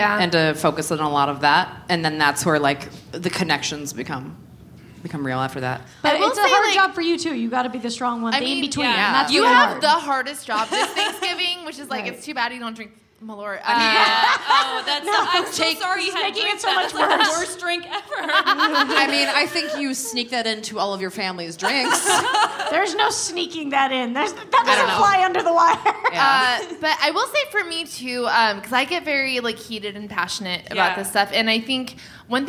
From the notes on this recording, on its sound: The ladies are live from Chicago's Promontory Theater for the Chicago Podcast Festival.